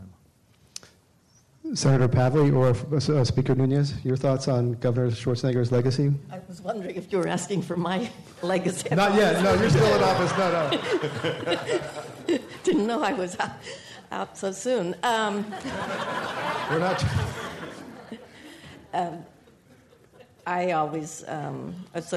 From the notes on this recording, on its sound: This program was recorded in front of a live audience at The Commonwealth Club on September 27, 2010.